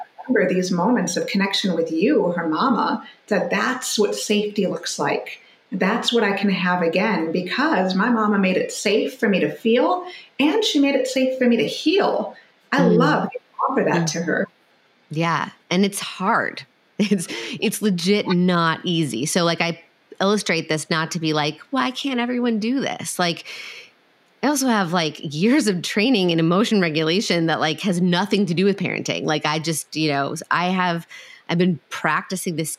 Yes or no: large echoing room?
no